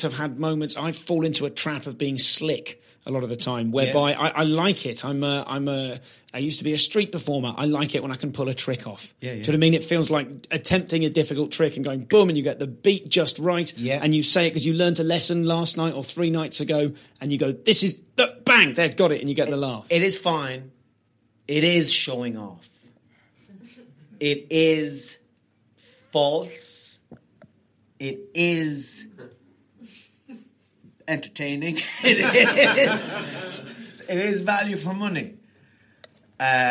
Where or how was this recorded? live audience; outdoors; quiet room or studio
live audience